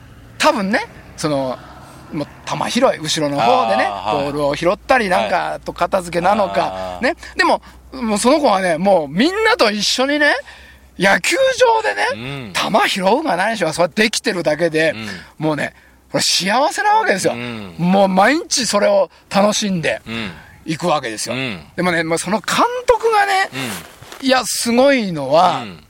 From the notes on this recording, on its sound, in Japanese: 長野県ビーナスラインの霧ヶ峰高原にて。バイクツーリングをして青空対談収録を開催いたしました。